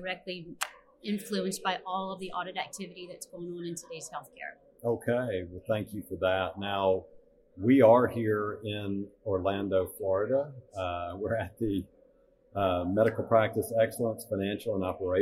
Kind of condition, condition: setting, busy venue